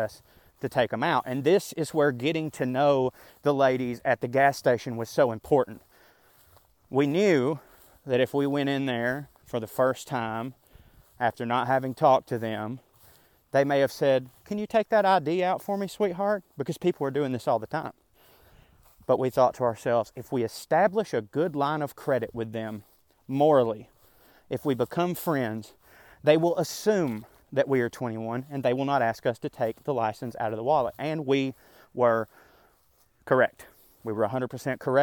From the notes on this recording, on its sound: This here is a completely different twist on a “park rant”. I still very much recorded it while walking in the park. What I did, was click record, and talk out the essay exactly as I felt I would have written it.